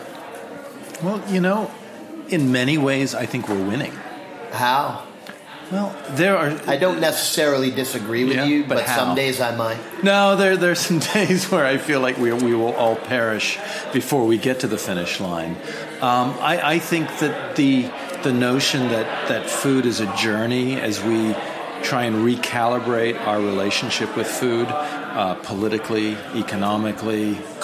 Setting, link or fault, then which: setting, busy venue